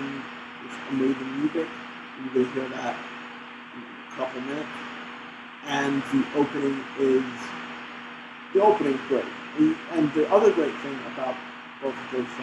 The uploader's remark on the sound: Sorry about the audio quality I did my best.